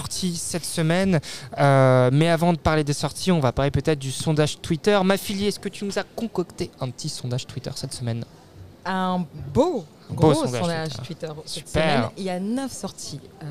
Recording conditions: busy venue